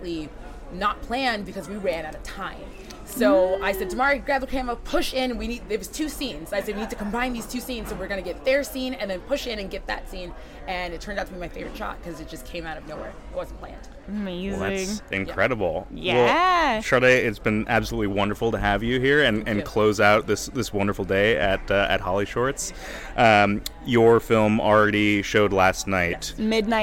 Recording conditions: busy venue